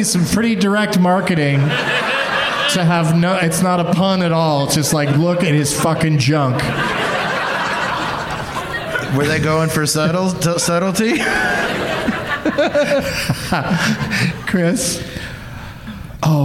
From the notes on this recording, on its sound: Live from the LOL Comedy Club in San Antonio